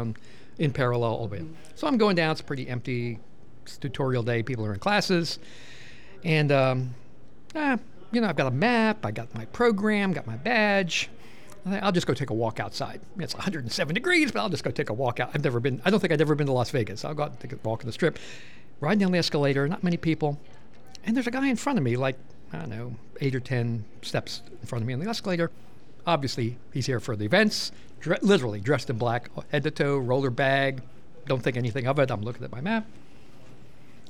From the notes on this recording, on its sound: 2023 CyberMaryland Conference. At this year's conference – which took place from December 6th to 7th, 2023, in Hyattsville, Maryland.